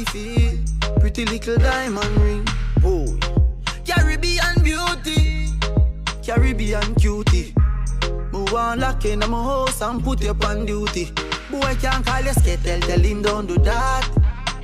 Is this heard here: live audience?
no